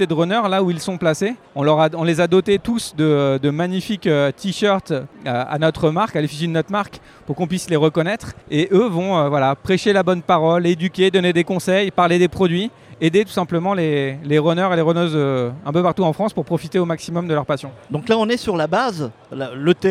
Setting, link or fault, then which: setting, busy venue